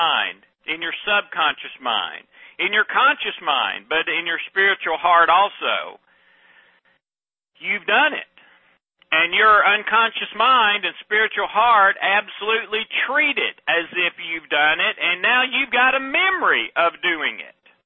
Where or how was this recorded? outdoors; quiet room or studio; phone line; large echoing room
phone line